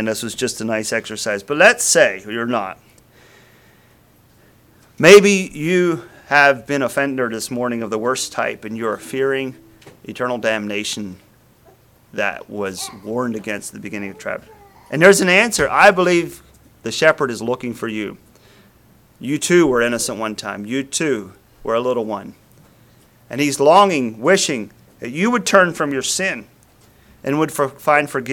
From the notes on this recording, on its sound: Message preached at Word of Hope on September 3, 2023